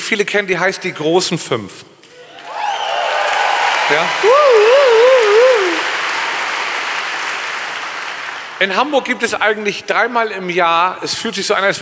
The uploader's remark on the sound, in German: Live aus Hamburg. Live aus der Sporthalle Hamburg.